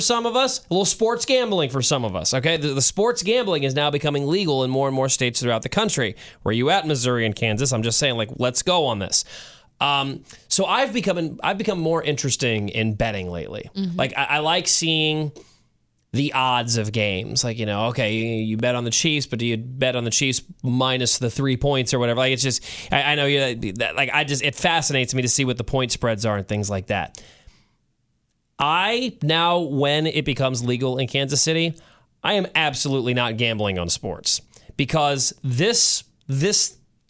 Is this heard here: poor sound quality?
no